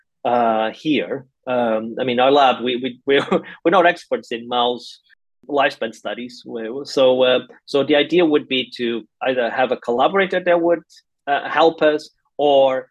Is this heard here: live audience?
no